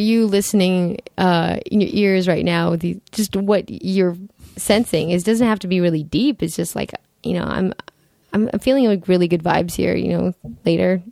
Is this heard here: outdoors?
no